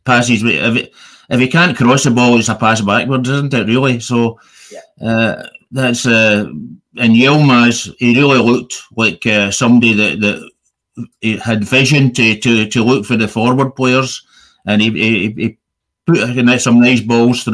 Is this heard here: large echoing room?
no